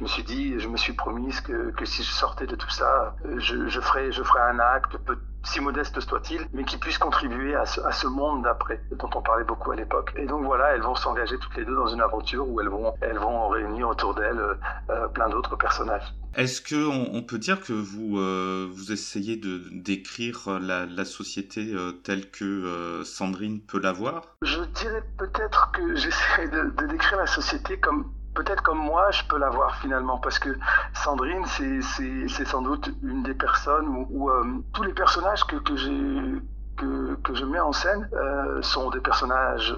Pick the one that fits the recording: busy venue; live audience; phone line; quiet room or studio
phone line